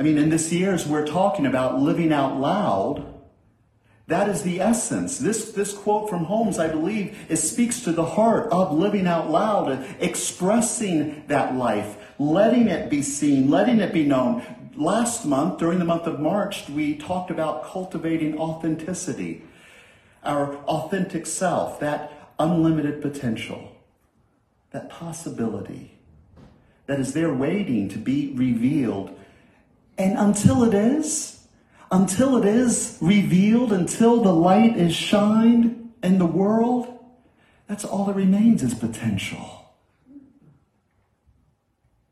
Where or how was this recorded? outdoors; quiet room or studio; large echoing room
large echoing room